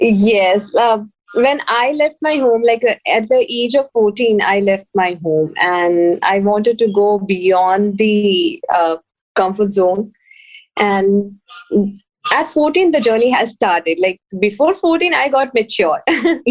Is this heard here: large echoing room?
no